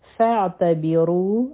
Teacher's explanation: عین به د حلق نه وایو، را به غټه وایو، دوه حرکه به یې راکاږو